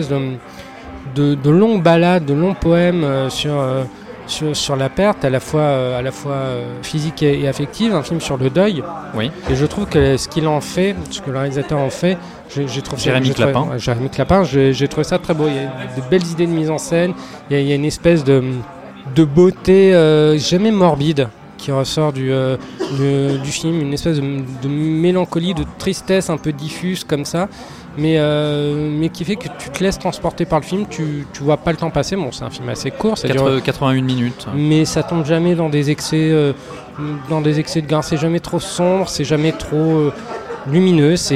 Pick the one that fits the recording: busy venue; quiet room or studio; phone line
busy venue